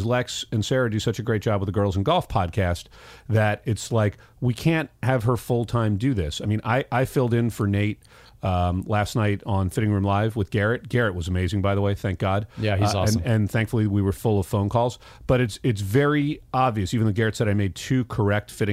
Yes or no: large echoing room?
no